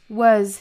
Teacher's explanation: 首先我们要注意它是一个 schwa sound,是一个 a